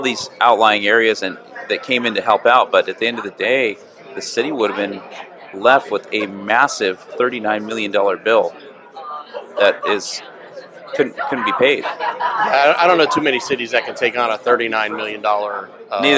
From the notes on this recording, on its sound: on location at the IAFF 10th District PEP event in San Francisco